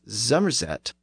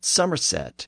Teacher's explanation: Mechanically, the S and Z sounds are pretty much the same. The only difference is that the vocal cords are engaged when pronouncing the Z sound, but they are silent when pronouncing the S sound.